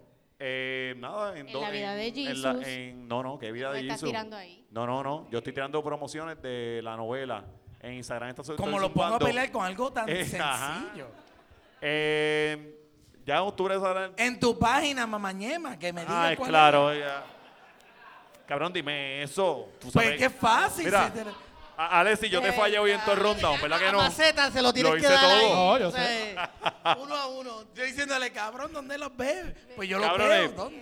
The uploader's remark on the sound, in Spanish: Fue el súper invitado especial de Siempre es Lunes Live: Primer Aniversario. Contestar preguntas frente a la Gentuza celebrando el primer aniversario en vivo.